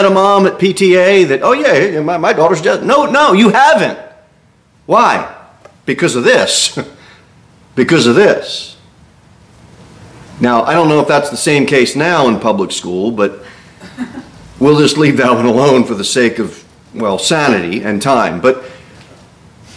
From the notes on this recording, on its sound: Sermon delivered at Pilgrim Baptist Church on Sunday, October 29, 2023, at 11-15 am. Cookeville, TN 38501.